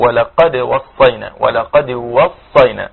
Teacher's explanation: لابد ان افتح اللام وافتح القاف